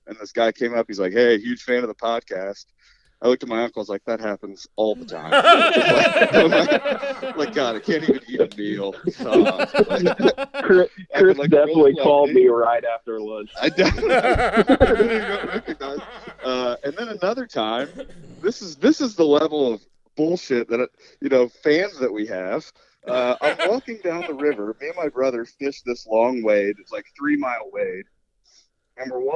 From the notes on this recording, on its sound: The smallie talk podcast dudes call. We had some computer issues that dropped us out halfway through the interview.